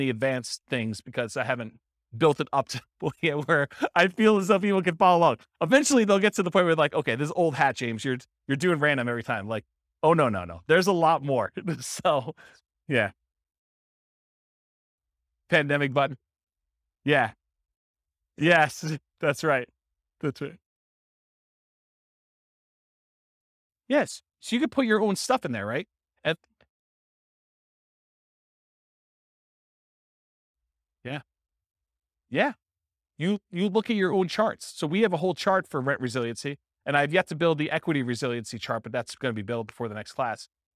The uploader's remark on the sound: This was a live class recorded